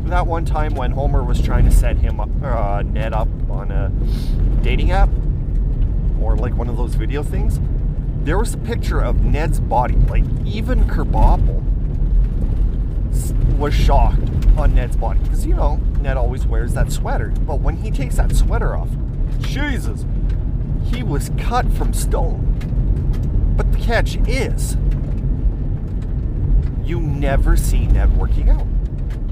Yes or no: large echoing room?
no